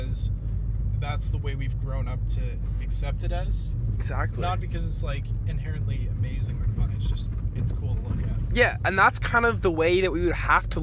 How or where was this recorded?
inside a vehicle